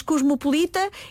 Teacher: pronuncia-se com as vogais fechadas, cosmopolita, e é a única forma que está atestada em português.